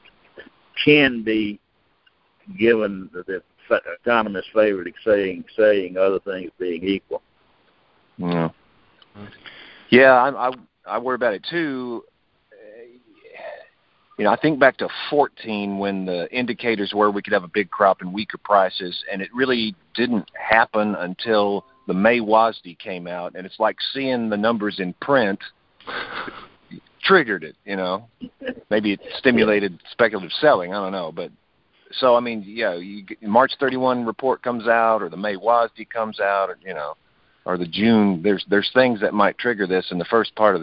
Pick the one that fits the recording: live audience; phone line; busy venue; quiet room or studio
phone line